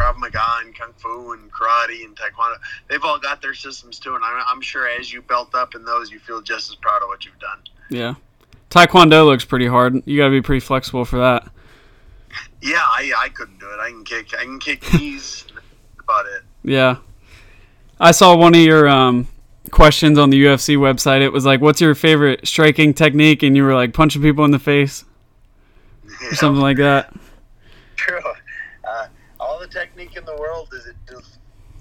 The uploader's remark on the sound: Interviews UFC Light Heavyweight over the phone.